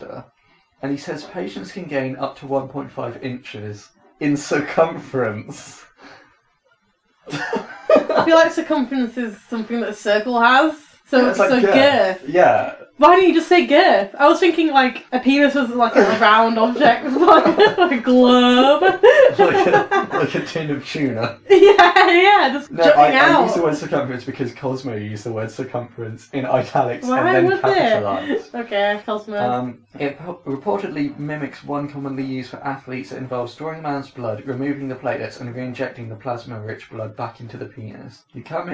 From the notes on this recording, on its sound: audio is kind of sucky